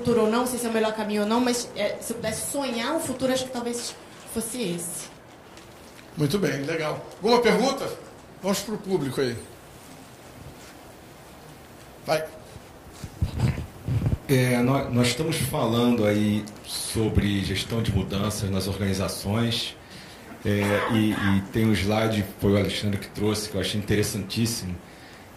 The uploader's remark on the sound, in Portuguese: Áudio do vídeo gravado no Seminário HUCMI de Gestão de Mudanças 2019.